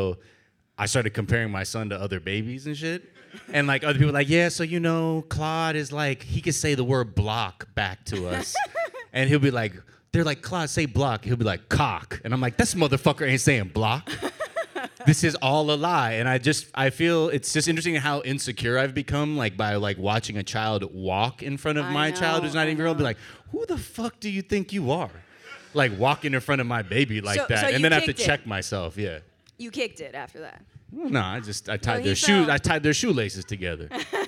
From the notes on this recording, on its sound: Too much fun in this LIVE episode of the pod in San Francisco.